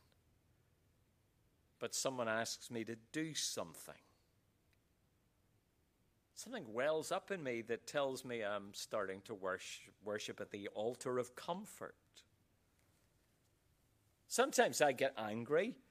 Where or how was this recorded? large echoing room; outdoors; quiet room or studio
large echoing room